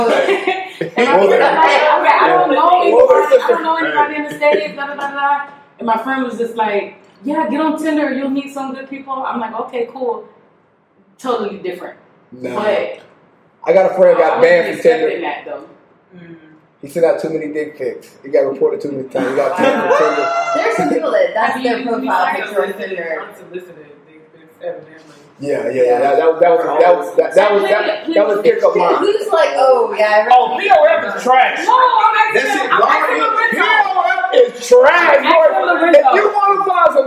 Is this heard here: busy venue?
yes